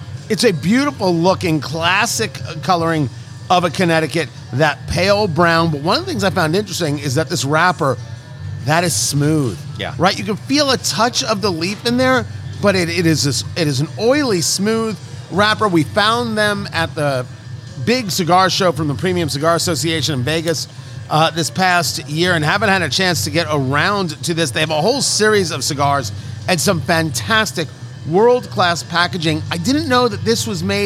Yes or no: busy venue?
yes